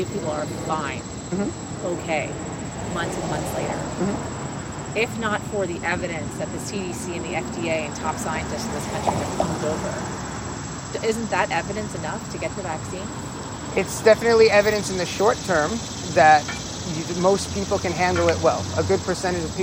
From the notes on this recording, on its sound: With New York being a one consent state and the interview taking place on a public sidewalk the audio was legally captured.